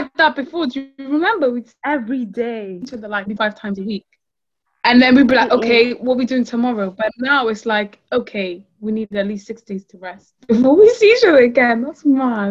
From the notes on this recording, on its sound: we recorded on zoon so sorry for any audio issues!